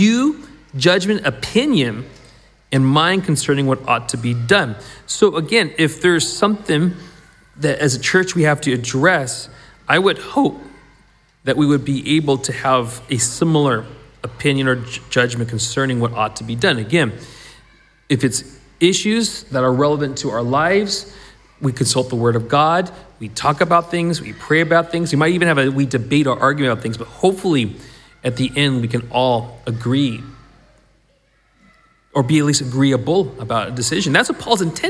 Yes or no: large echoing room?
yes